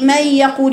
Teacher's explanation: إدغام النون الساكنة أو التنوين فيه بغنة